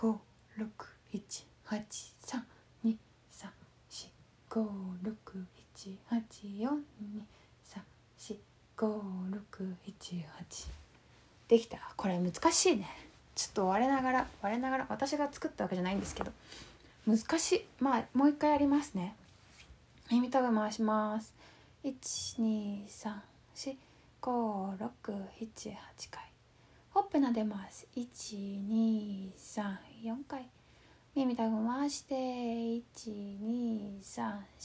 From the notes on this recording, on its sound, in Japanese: インスタライブの録音です。